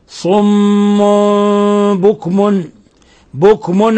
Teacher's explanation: تنوين ضم جاء بعده حرف الباء الحكم التجويدي إقلاب قلبنا التنوين ميما مخفى